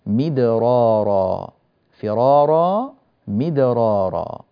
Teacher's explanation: إلا أن الراء هنا لم ترقق، وذلك لأن هذه الراء جاء بعدها راء أخرى مثلها مكررة · Term: التفخيم